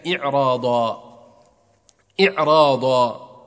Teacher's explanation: وكذلك إعراضا، إعراضا، الراء وقعت بعد ساكن قبله كسر، وكان من المفروض أن ترقق، ولكن وقع حرف الاستعلاء بعده فلا ترقق بل تفخم